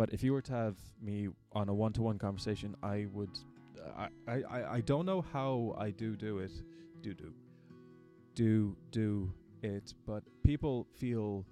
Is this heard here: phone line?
no